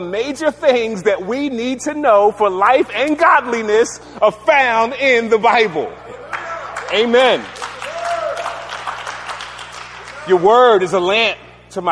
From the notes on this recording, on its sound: preached at the 2017 ONE HOPE Conference